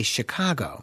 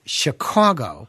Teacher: That is not the way we in Chicago pronounce it. We pronounce it Chicago, which is more of an aw sound versus an ah sound · Shown in: second take